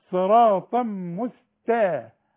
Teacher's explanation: التنوين اللي بعده ميم، ادغم ادغام كامل بغنة